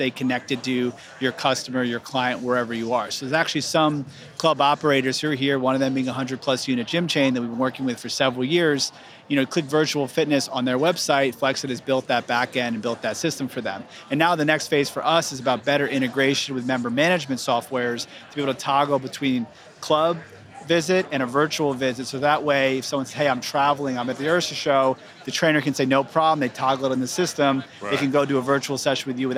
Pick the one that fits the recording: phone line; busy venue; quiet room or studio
busy venue